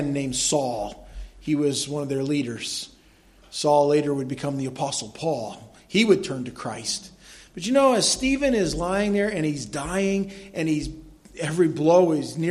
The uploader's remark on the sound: was delivered at Madawaska Gospel Church on the morning of August 14, 2016